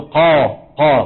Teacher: حتى القاف شوف من الأمام مفتوح المكان، عندما تقول قا قا في انحصار؟ ما في انحصار، فالقاف مستعلية لكنها منفتحة